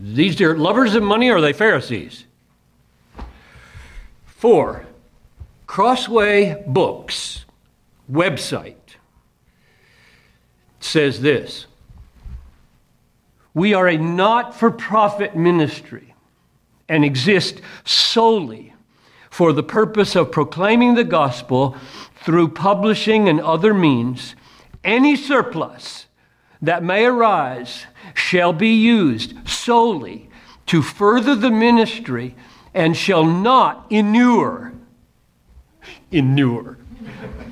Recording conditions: large echoing room